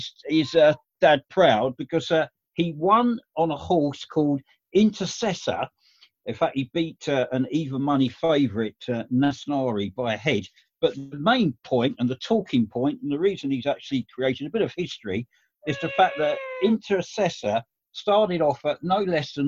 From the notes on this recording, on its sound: Zoom Show.